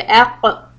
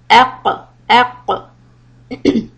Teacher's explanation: So that is the soft palate. So the letter qaf comes from the soft palate area